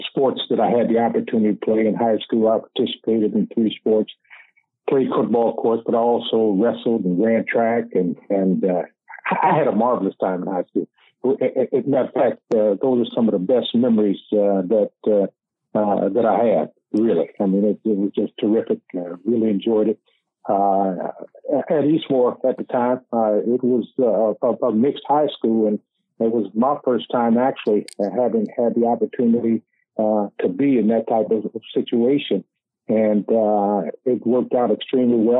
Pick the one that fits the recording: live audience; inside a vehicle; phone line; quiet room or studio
phone line